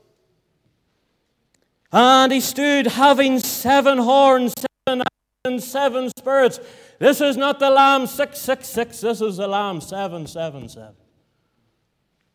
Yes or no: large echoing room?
yes